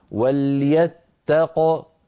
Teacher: نقف بقاف ساكنة مقلقلة